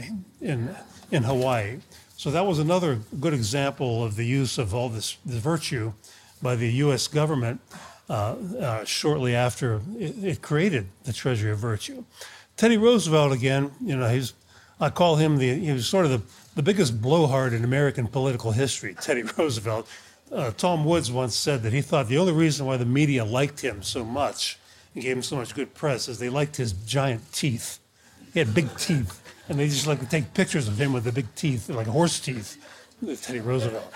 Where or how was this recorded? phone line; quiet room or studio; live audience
live audience